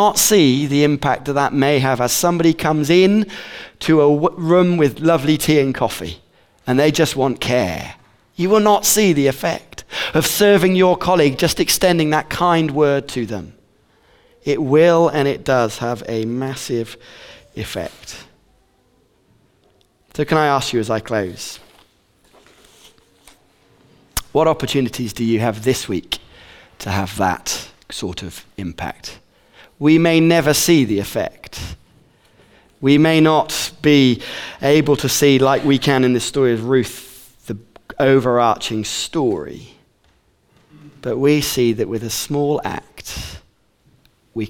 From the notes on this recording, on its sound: Recorded on 22/11/15 at Bournville gathering